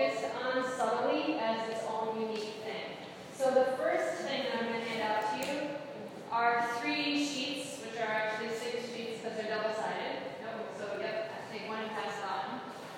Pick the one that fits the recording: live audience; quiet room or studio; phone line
live audience